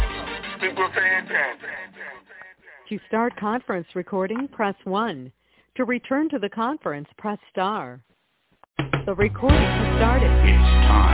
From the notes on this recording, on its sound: TNTSuperfantastic Conference Call